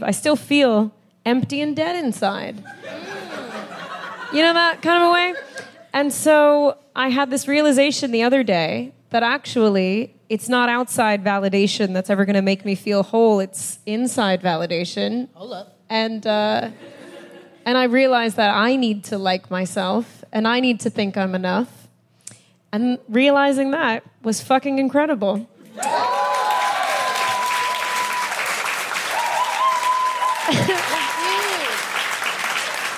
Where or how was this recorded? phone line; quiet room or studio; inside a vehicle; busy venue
busy venue